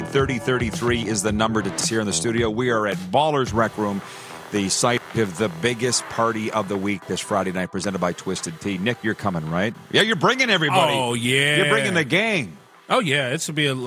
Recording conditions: busy venue